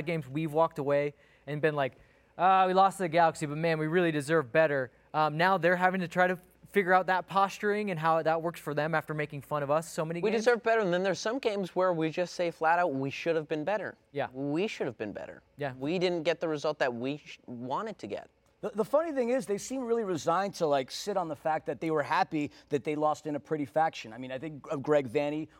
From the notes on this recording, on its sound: live from Banc of California Stadium